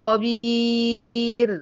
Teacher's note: هرقق الريه، خبير، لانها سكنت نتيجه الوقف قبلها ياء مادية